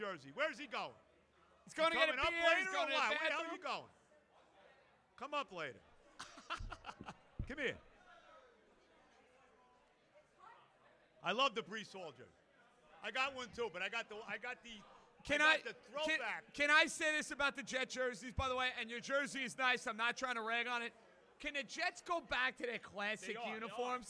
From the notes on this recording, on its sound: Live From Hackensack Brewing